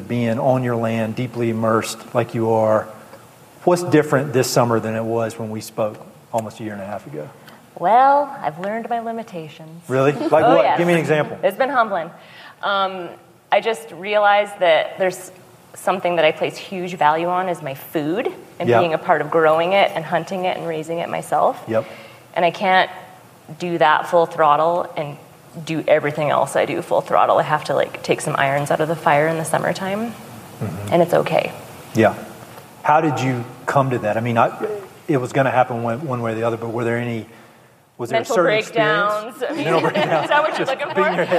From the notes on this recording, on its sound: This episode is a special recording from a Mountain & Prairie live podcast in Bozeman, Montana. More than 300 folks gathered at the historic Ellen Theatre in downtown Bozeman to watch, listen, and participate.